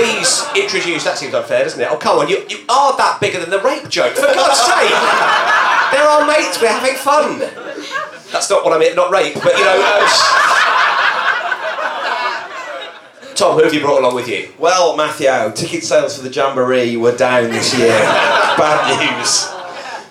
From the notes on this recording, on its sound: Recorded at the ARGComFest in July